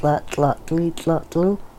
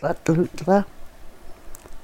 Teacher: And when if you have the T-L sound, that isn't really together in English language